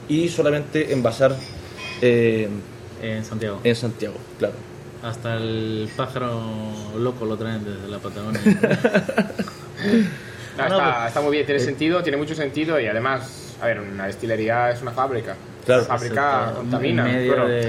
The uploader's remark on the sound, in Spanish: Grabado en la fantástica enoteca Chamberí.